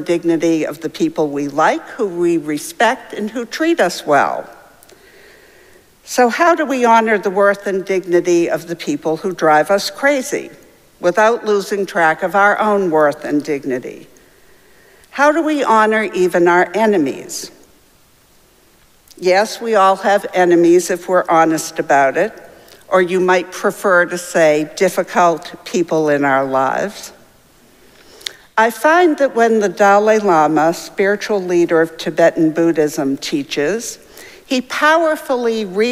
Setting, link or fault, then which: setting, large echoing room